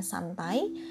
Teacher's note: Maka A pada san untuk suku kata pertama itu merupakan monoftong karena vokalnya hanya satu